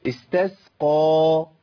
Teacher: القاف هنا مفخمه تفخيم عالي لانها مفتوحه بعدها الف، يبقى مش واذ استسقى.